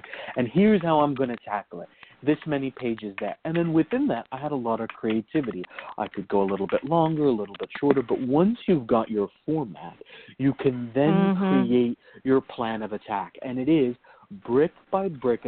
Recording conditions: phone line